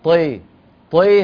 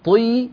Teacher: أنت عم تقول طي طي، هذه إمالة، طي هذه كسرة